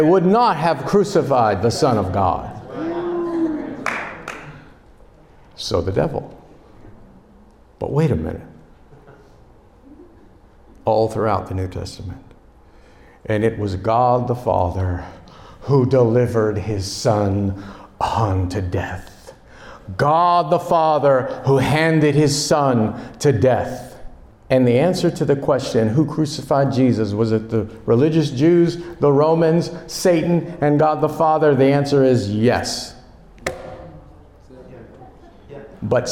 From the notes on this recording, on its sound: Delivered at a Ministry Leadership Conference in November 2023.